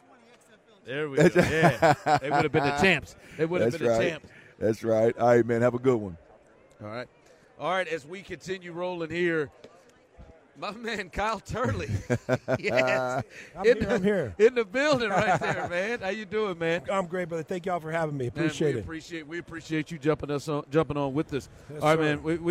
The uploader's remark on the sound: LIVE from Vegas radio row